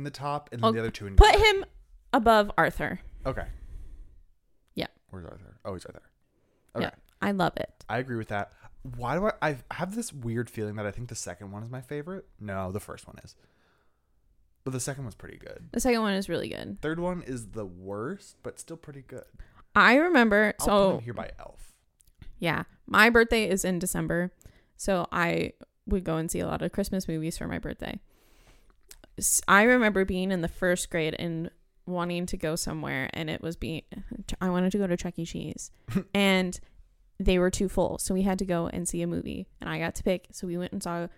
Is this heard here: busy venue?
no